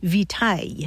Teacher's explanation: And then Latin victualis passed into French, but along the way it lost that hard C sound, so it sounded more like vitae